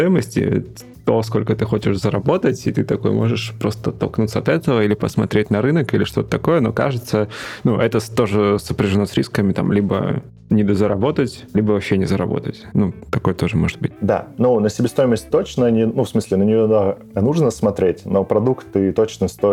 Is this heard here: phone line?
no